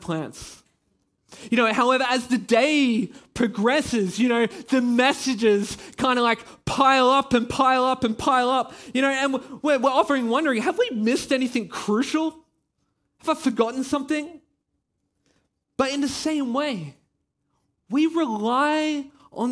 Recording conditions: large echoing room